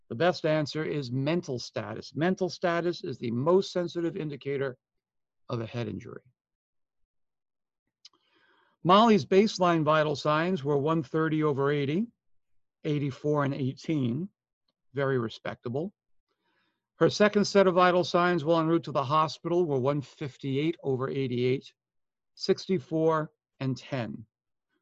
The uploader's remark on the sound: Online Session Audio.